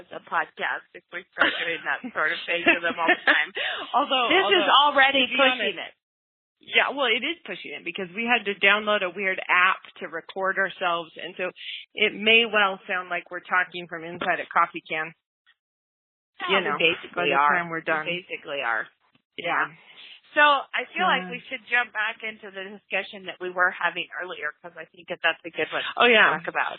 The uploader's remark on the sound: We attempted a long distance podcast with half the team in Florida, the other half running around the house taking pictures of toddlers in Idaho. Via a recorded phone call.